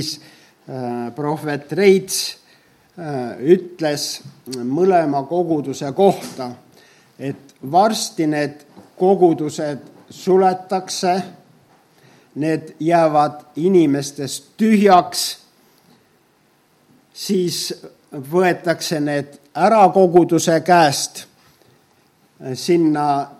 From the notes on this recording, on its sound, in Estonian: Audio salvestus koosolekult.